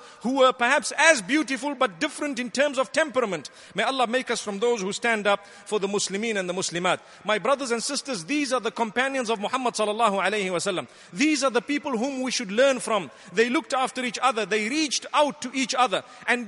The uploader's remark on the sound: Delivered at Tuanku Mizan Zainal Abidin Musjid